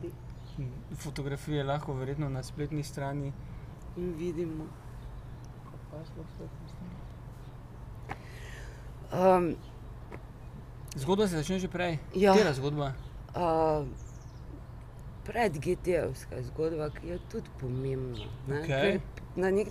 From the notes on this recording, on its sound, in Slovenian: Na ulici pred hišo ter pred publiko. GT22.